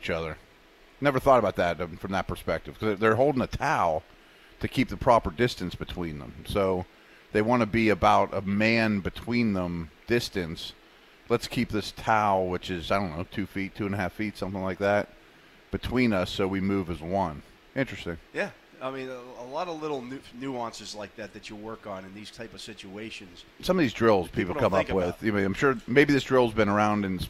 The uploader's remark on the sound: broadcast live from Chuck Noll Stadium as the Steelers take the field for a wet practice